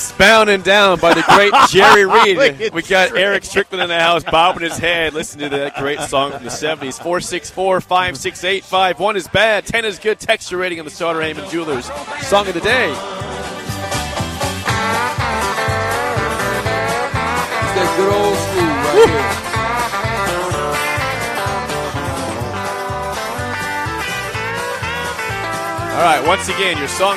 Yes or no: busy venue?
yes